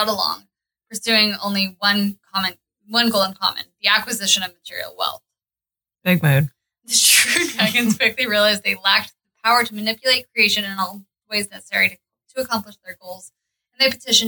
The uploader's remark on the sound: Editor's Note: The audio is better but still not 100%. Please have patience with us as we learn this entirely new system.